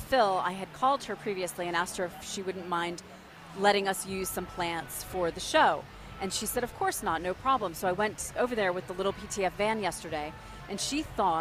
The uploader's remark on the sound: broadcasting live from the NC Pet Expo